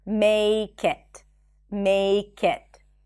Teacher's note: Instead of saying make it, the k becomes the beginning of the next word. · Term: consonant becomes the beginning